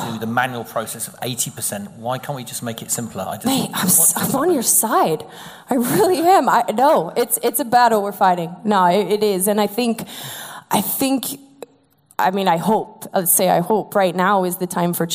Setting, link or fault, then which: setting, live audience